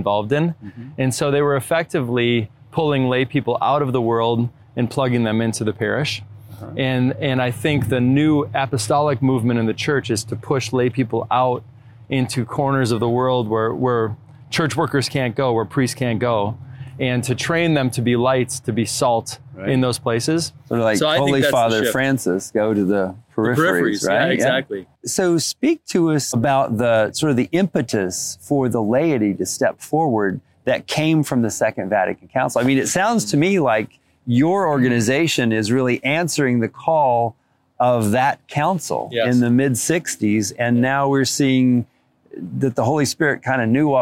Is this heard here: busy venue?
yes